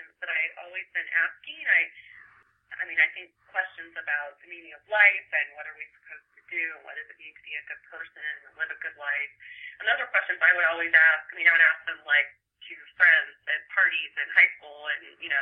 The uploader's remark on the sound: We spoke by phone, so the sound quality could be a little better